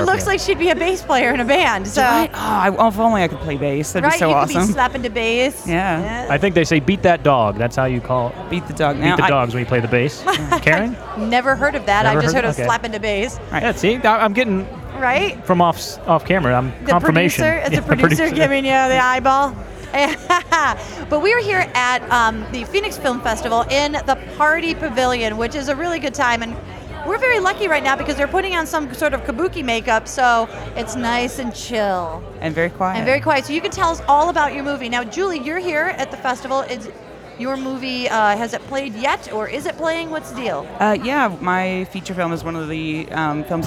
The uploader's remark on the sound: THE MOVIE SHOWCAST AT THE PHOENIX FILM FESTIVAL. The Movie Guys are broadcasting from The Phoenix Film Festival. It's a unique episode recorded at an awesome place.